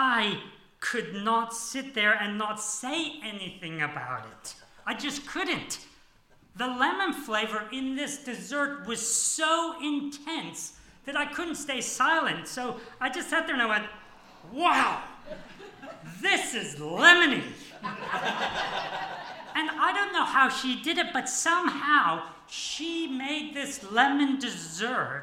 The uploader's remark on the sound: This sermon was preached on 23 April 2023 at all services of Helensburgh Stanwell Park Anglican Church.